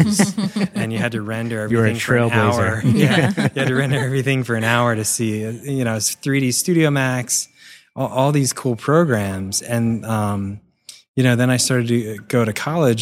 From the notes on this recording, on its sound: We're recording from WPPI in Vegas.